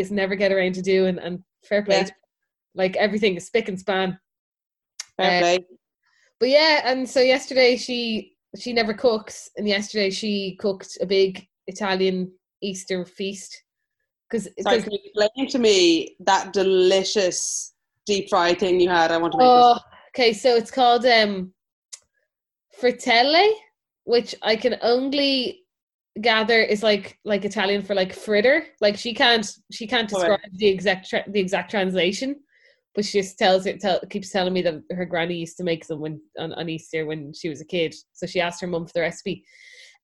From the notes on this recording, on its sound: Recorded on Zoom